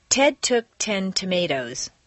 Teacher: When a T is at the top of a staircase in a stressed position, it should be a clear popped sound.